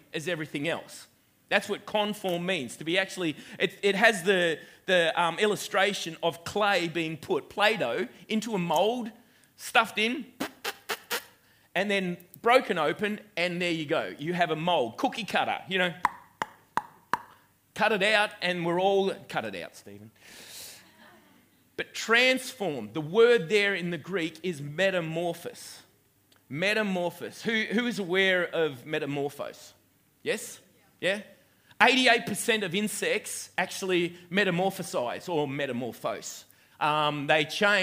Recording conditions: live audience